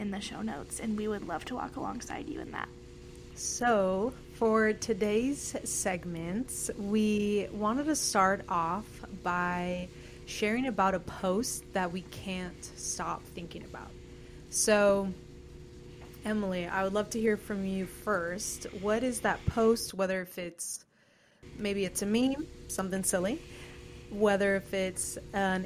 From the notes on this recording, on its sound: Sorry about the sound of the dryer in the first part of this episode. We are still learning the technical side of things!